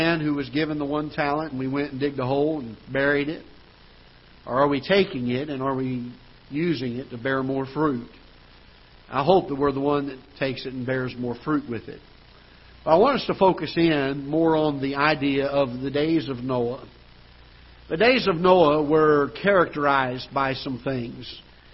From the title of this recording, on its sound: Ketha Heights Baptist Church ~ Live Broadcast